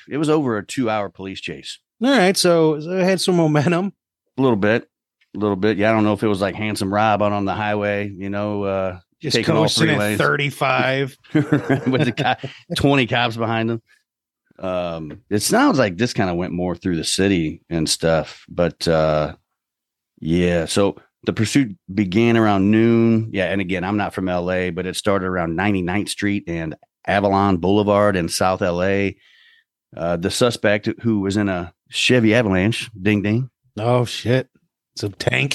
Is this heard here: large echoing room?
no